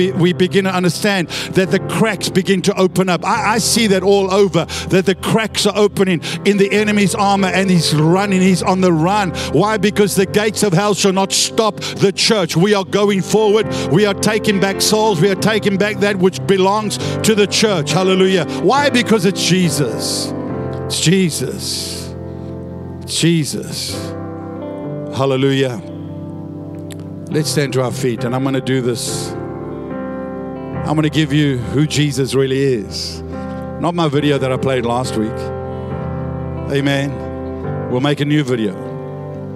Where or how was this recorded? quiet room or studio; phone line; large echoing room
large echoing room